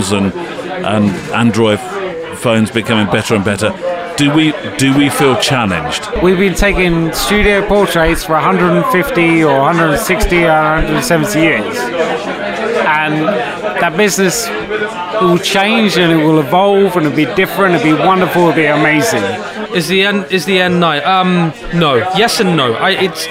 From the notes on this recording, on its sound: A different kind of exhibition this week as during the second part we go on location at the McCullin retrospective exhibition. One of the most important photographic exhibitions the Tate Britain has hosted.